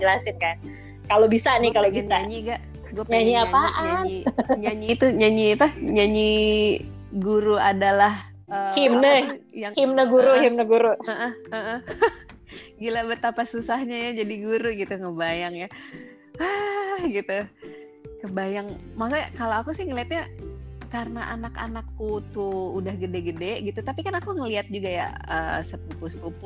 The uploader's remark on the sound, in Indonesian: Masih rekaman jarak jauh, tapi kali ini, mereka kedatangan tamu dari jauh.